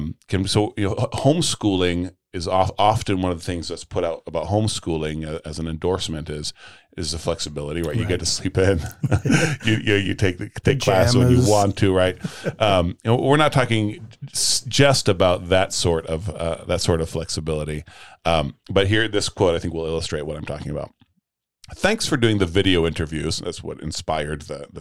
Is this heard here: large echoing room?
no